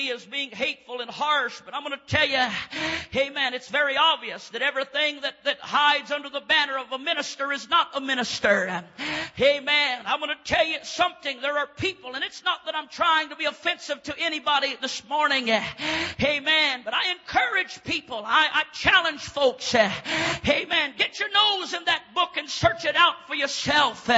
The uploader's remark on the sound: preaches at Life Tabernacle Church, Baton Rouge, LA